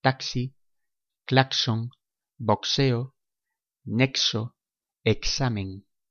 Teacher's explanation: lo más habitual es pronunciar la letra X como la suma de los fonemas KS